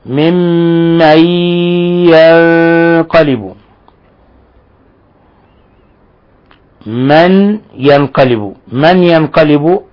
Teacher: نون ساكنة جاء بعدها الياء، حكم التجويد إضغام بغنة